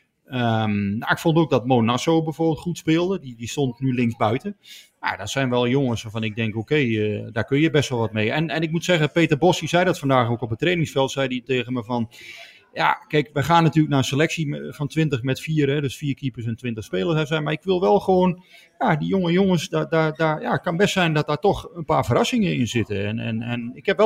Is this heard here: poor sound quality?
no